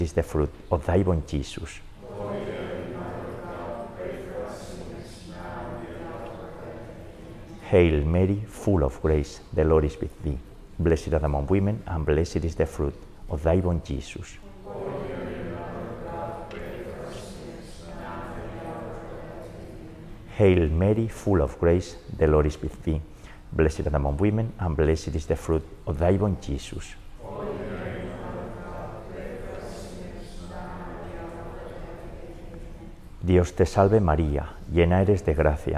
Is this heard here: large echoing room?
yes